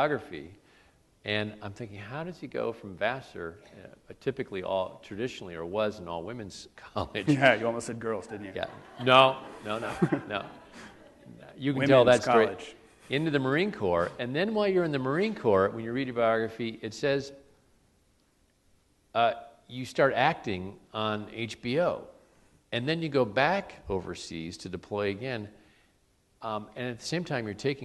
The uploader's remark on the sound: on the stage of the City Opera House in Traverse City